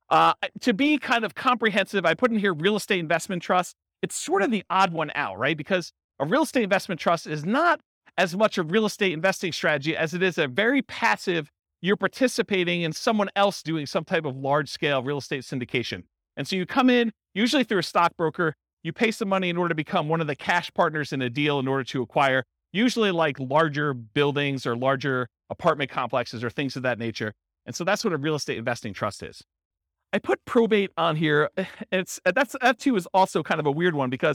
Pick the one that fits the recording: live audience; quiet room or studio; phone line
live audience